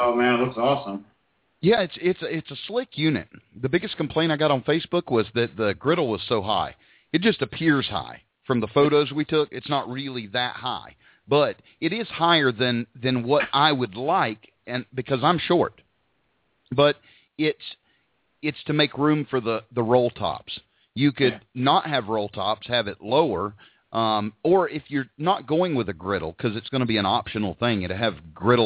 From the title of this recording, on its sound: Live Call In Show